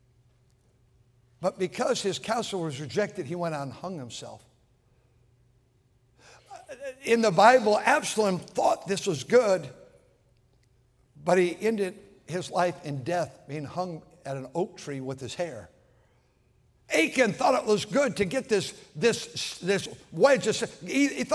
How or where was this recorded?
large echoing room